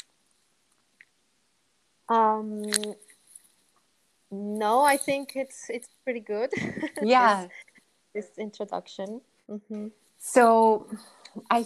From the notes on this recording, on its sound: Please accept my apology for the static in the first few minutes. We sort it out and the sound gets better after that blip!